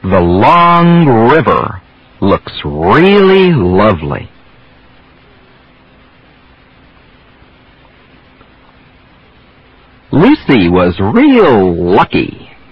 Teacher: the tongue moves back for the R. It moves forward for the L.